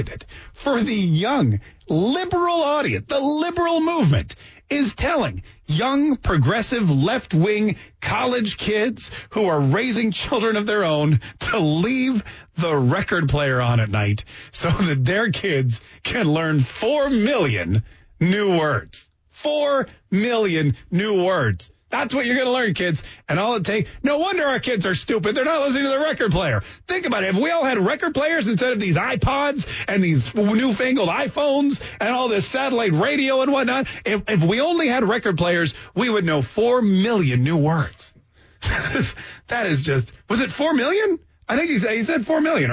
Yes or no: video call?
no